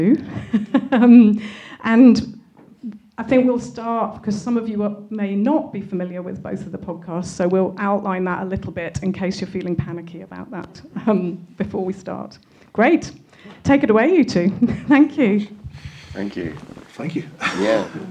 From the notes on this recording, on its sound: Live at An Tobar. The conversation you’re about to hear took place in An Tobar, Tobermory on the 4th of October 2023 in front of a live audience.